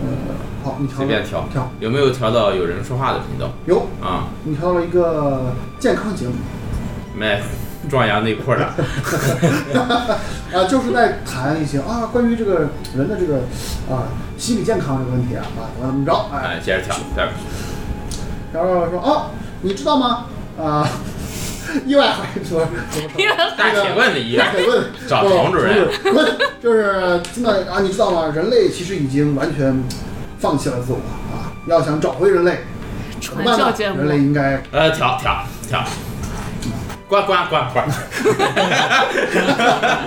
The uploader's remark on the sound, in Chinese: 这是兔子洞第一次尝试将我们平时跑团的过程录制下来。因为录制的环境和大家散座的位置，收音的质量可能比较差，敬请大家谅解。